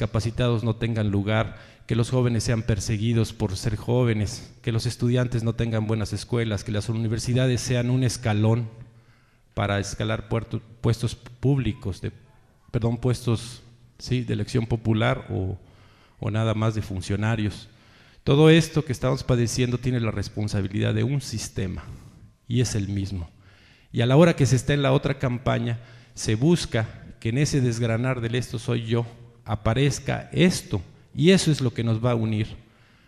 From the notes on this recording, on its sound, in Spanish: Reunión con adherentes en Querétaro. Reunión en el Teatro de la República, Querétaro.